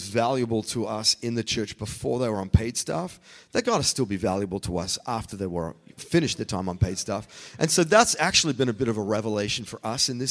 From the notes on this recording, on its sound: the podcast is on location at VousCon 2023 in Miami with Vous Church!